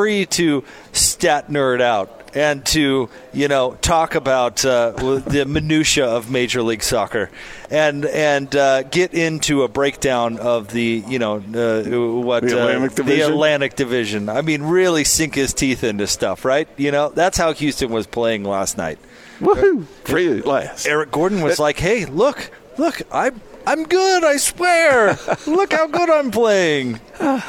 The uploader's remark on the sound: LIVE at Roots Tech genealogy conference